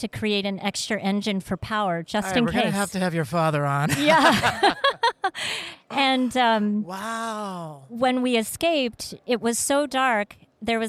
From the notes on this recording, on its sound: Sustainability at Sea: LIVE from the Cruise Ship Interiors Expo. Had the unique opportunity to podcast LIVE from the event!